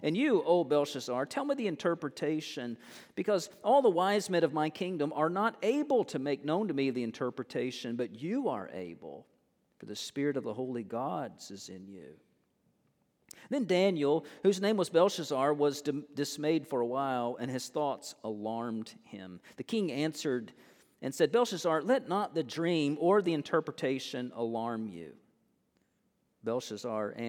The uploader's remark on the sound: Originally recorded on 10/01/23 at First Baptist Church in Mount Washington, KY.